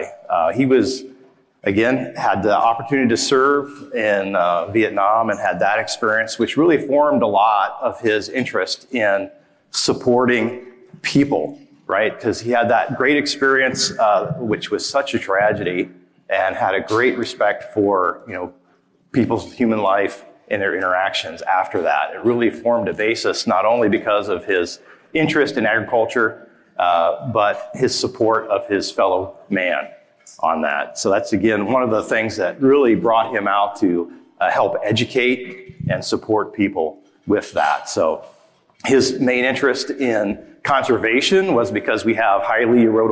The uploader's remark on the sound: Lecture from this year’s 32nd Annual National No-Tillage Conference.